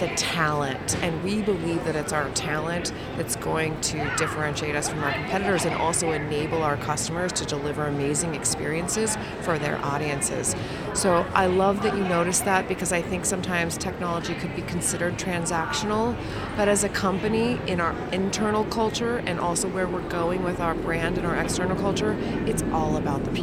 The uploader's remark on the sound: Live from #IMEXAmerica